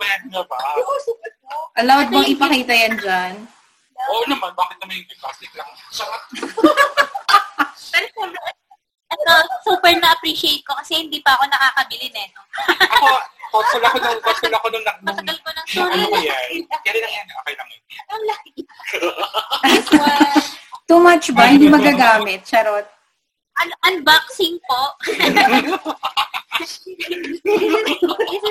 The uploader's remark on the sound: Sorry sa hindi magandang audio quality. We learned something this day, dapat may magandang mic at malakas na internet to have a better audio quality when you are having dinner outside and dapat may noise reduction.